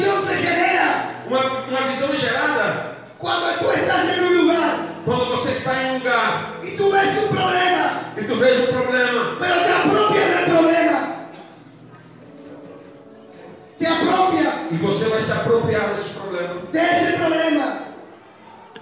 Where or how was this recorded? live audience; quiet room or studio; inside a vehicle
live audience